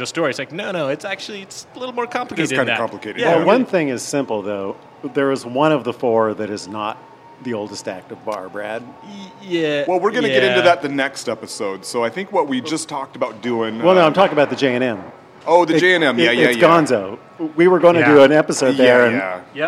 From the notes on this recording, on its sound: Recorded live at Jules Maes Saloon. Jules Maes in Georgetown.